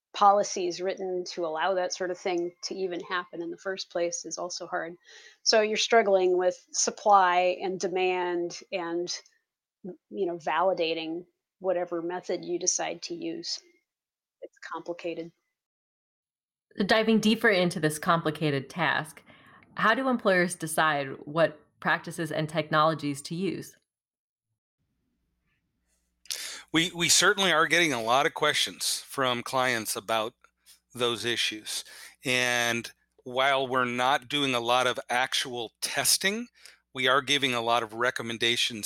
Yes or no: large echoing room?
no